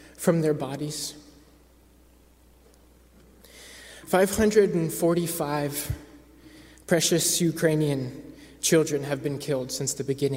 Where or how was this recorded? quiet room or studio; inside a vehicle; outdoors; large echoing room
large echoing room